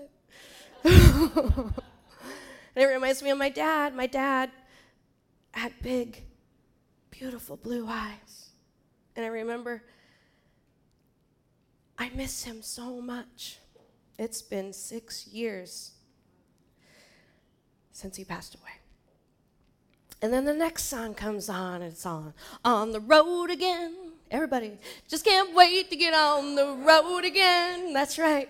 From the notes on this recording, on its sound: Live at The Fremont Theater in Portland, OR Portland Story Theater.